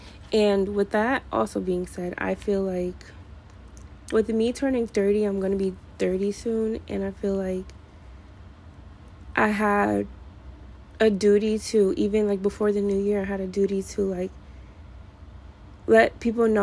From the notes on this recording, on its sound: I’m sorry for the background noise.